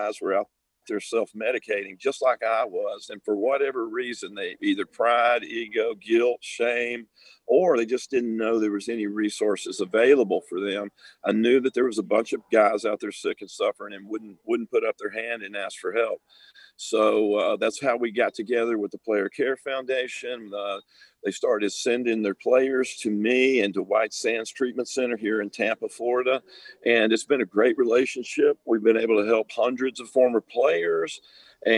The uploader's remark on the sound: Radio Row in Tampa Bay. Live from Radio Row.